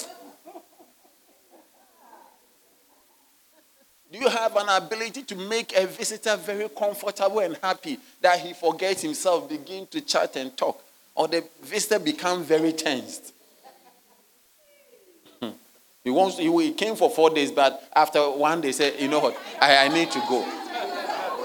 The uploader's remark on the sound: Sermon delivered on Sunday, February 11, 2024, at Serious Christian Church in Cape Town, South Africa.